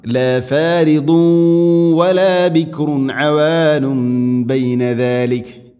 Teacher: അതോടൊപ്പം തൻവീന് ശേഷം വ എന്ന അക്ഷരം ഇവിടെയുണ്ട്, ഇദ്ഗാം ബിഗുന്ന. തൻവീനിനെ വ എന്ന അക്ഷരത്തിലേക്ക് ഇദ്ഗാം ചെയ്യണം, കൂട്ടിലയിപ്പിച്ച് മണിച്ചുകൊണ്ട് ഉച്ചരിക്കണം. ല ഫാരിദു വലാ ബിക്റുൻ അവാനുൻ ബൈന ദാലിക്, ഇവിടെ മണിച്ചുകൊണ്ട് ഉച്ചരിക്കണം.